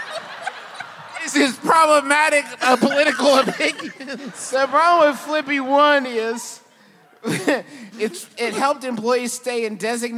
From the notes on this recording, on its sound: Face 2 Face. LIVE from beautiful San Jose.